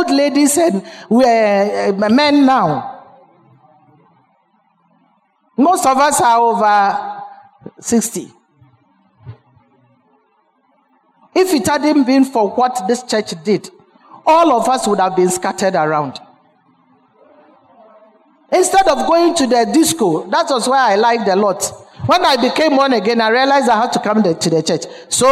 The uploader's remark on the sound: Sermon preached at CBC Adabraka Campus.